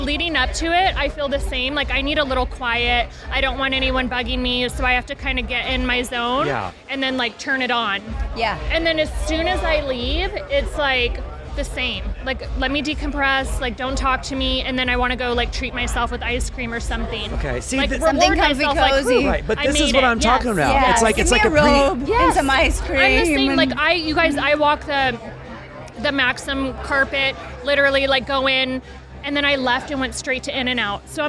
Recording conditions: busy venue